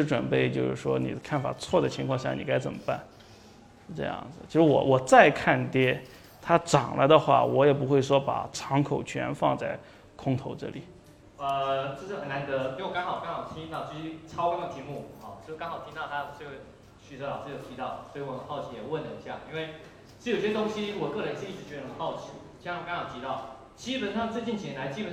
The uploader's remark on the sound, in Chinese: 本期音频来自2019DNOC期权夏季嘉年华，圆桌论坛部分内容分享。